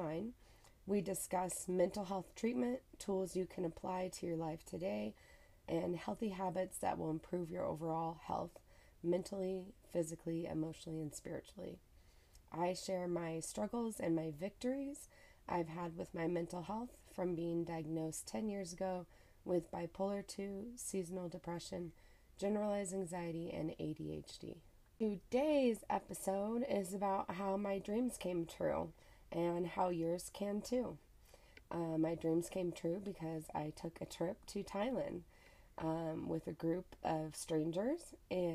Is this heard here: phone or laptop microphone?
yes